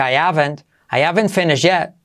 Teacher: Fíjate cómo salto la H